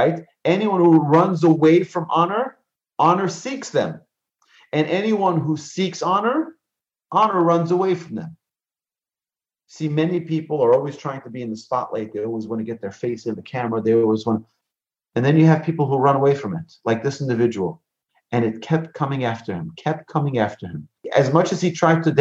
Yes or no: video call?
yes